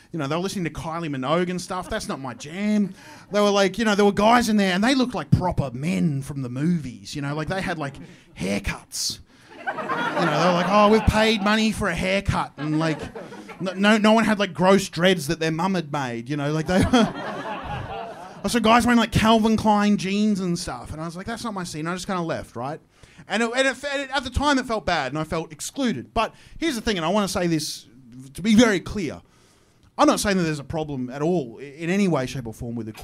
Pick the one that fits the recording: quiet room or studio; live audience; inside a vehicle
live audience